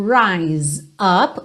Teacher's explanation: Rise up this morning, então rise up, o F final de rise não é pronunciado, você já liga então o S direto no up, que nesse caso aqui tem um som de Z